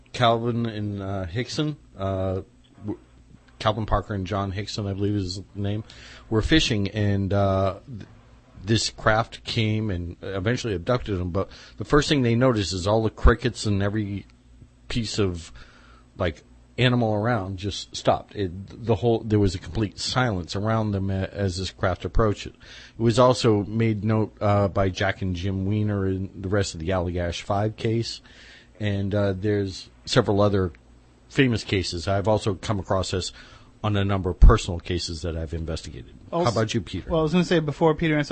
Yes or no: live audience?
no